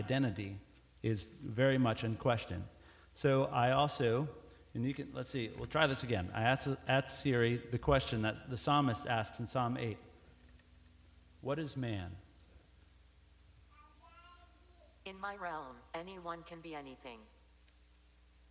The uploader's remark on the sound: Recorded Live.